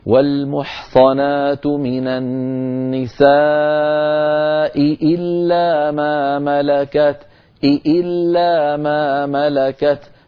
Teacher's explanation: فالتقى في النطق همزتان متتاليتان كلتاهما مكسورة، فعلى القارئ أن يبين كلتا الهمزتين هكذا: والمحصنات من النساء إلا ما ملكت، إلا ما ملكت، فيبين الهمزة الأولى ويبين الهمزة الثانية من غير تكلف ومن غير تنطع، وإنما بيان فقط.